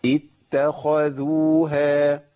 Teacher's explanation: الخاء حرف مفخم مستعلي وقع بين مرققين